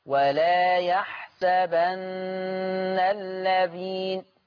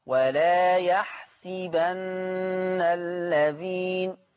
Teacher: أما ورش فيقرأ بكسر السين · Shown in: second take